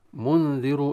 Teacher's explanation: منذر إخفاء كذلك، منذر الراء المضمومة حكم التفخيم